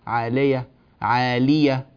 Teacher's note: كلمة عالية اكسر اللام كسرا كاملا، لا تقول عالي لي لي عالية عالية لي، اكسر اللام جيدا وبارك الله فيك وشكرا لك.